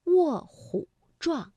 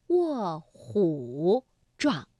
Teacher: 那虎呢在这里我们读21 · Shown in: first take · Term: 变调